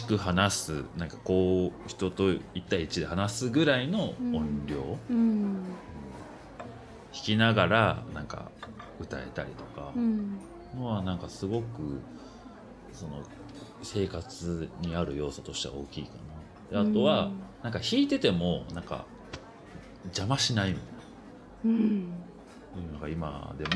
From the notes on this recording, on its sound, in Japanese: 収録は東京・代々木八幡のリトルナップコーヒーにて。